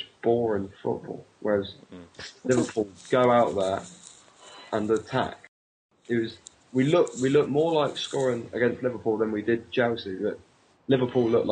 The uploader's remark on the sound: Sorry about the bad Audio for this pod